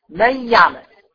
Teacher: وناقص يعني ذهاب ذات الحرف وبقاء صفة، النون نشف وسايبالي الغنة